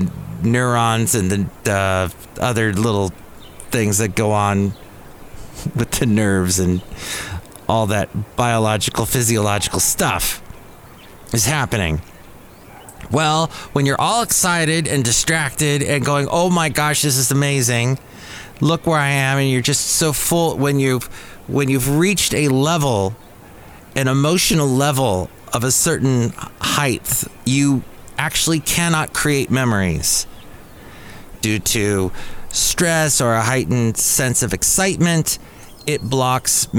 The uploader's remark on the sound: podcasts live from Café Anyway